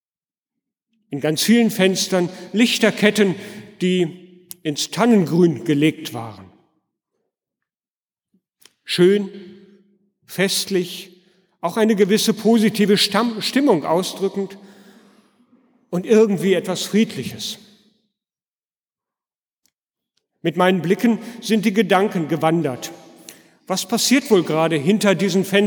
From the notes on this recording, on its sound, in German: Predigt gehalten in der Martin-Luther-Kirche in Detmold am Heiligen Abend 2016